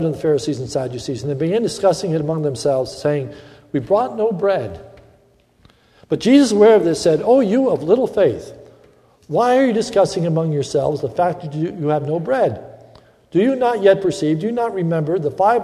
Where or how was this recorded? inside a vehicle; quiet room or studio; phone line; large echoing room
large echoing room